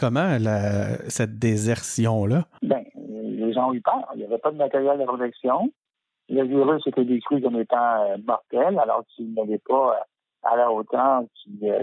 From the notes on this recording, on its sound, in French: reçoit au téléphone